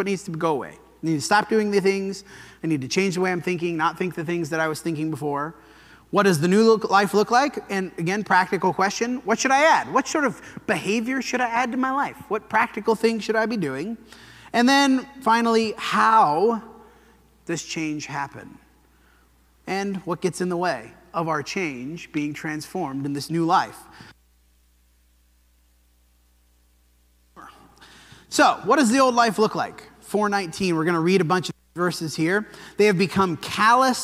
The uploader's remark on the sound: This sermon was preached at the Dewey Church